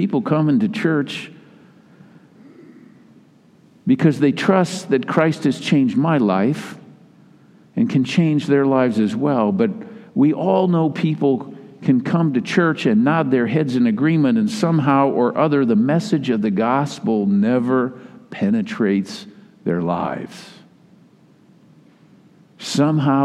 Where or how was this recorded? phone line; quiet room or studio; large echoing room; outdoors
large echoing room